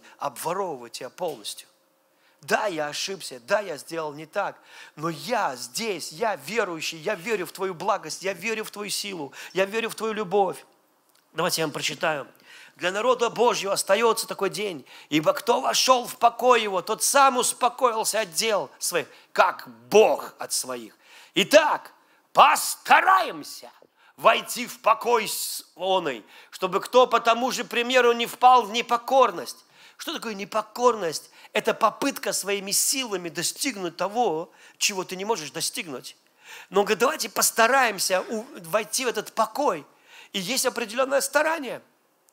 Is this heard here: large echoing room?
yes